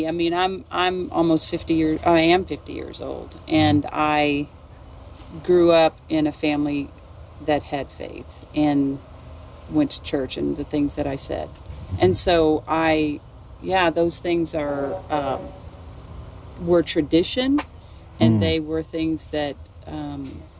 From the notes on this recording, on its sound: Location: San Antonio, Texas. Recorded w/Go-Pro.